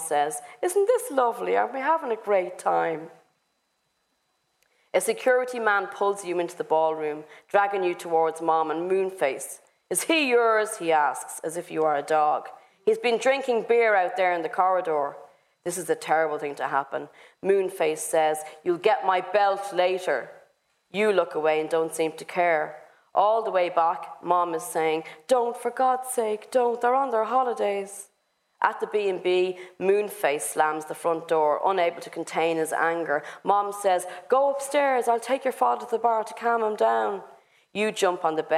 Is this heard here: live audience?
yes